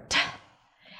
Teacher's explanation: We begin with a T sound, and since it's the beginning, it's a strong aspirated T. So it feels like there is a little H after.